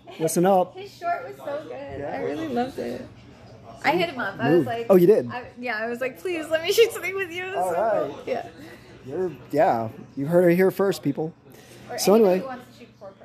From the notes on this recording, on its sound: Live from ASCF clubhouse (also known as The Cigar Warehouse)